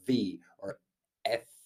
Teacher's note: your V and your F are very similar because one's voiced, one's unvoiced, but it's labial dental, so your teeth land on on your lower lip, so you go V or F.